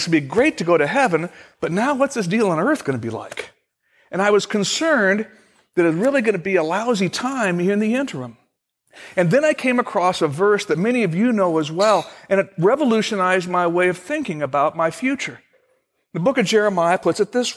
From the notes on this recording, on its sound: Originally recorded on January 24, 2016, at Fellowship Missionary Church, Fort Wayne, IN.